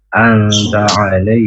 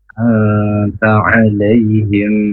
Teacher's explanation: Berarti terlalu cepat. Samarnya ditahan dua harokat · Shown in: second take · Term: ikhfa